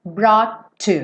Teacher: Uma palavra termina em T, outra palavra começa em T. Eu não faço T duas vezes. Então, brought to my life.